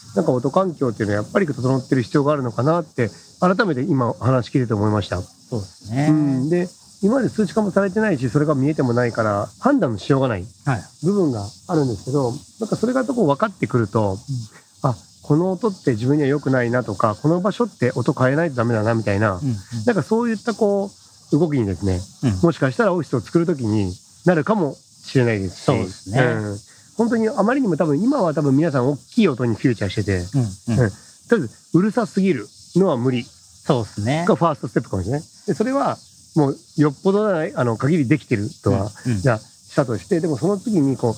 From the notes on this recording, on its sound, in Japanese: 最高で最悪の収録環境？屋外収録編。ものすごいノイズの中での収録回。工事の音や、黒板を引っ掻く音。